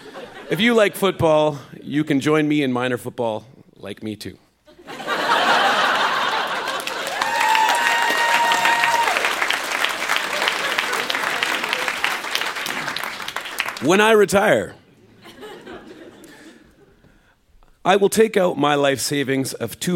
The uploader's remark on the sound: Recorded live at The Artesian in Regina as part of Winterruption 2017.